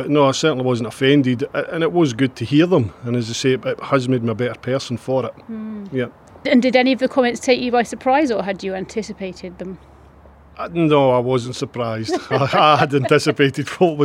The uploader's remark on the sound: recorded this episode at their recent graduation event